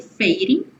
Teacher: reduziu o D para rarara